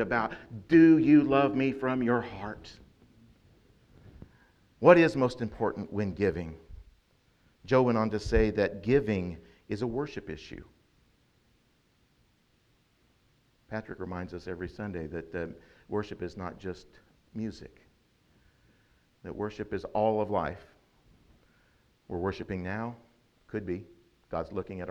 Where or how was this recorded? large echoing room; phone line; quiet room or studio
large echoing room